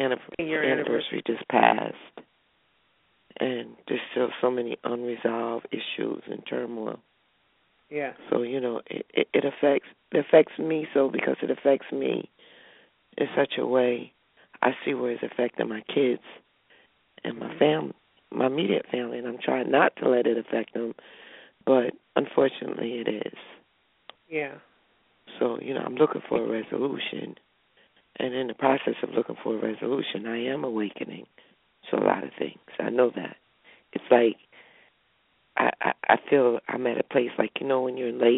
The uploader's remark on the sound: Open the phone lines.